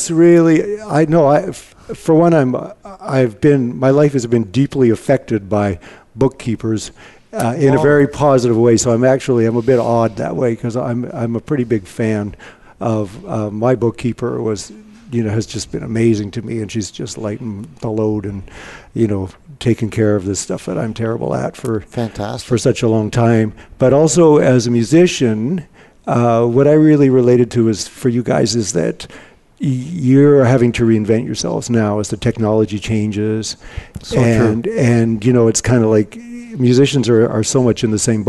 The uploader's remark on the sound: Live Broadcast at the The IPBC IGNITE Conference